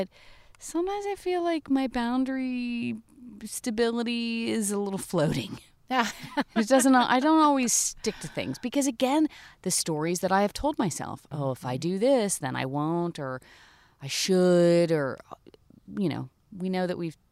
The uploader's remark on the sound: take their weekly visit outside